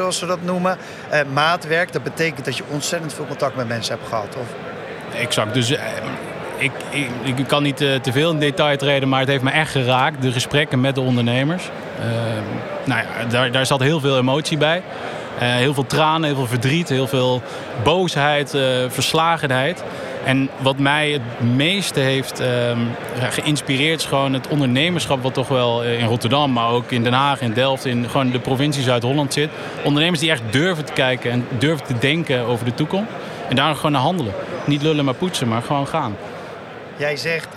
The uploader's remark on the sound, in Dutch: Deze korte serie is live opgenomen op Gastvrij Rotterdam.